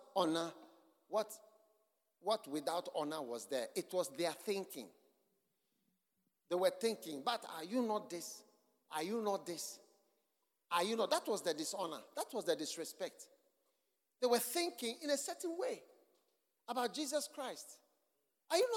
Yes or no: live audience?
yes